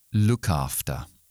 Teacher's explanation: After empieza por vocal, entonces voy a unir las dos palabras con la K.